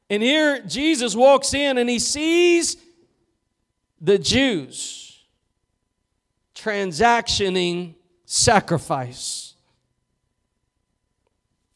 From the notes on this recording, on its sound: Preached at Gospel Lighthouse in Bossier City, La.